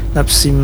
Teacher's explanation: Artinya ketika kita mengucapkannya harus dipanjangkan. Nafsim masuk dulu kepada huruf mimnya, kemudian dipanjangkan. Nafsim panjangnya kurang lebih 4 harakat. · Term: idgham bi gunnah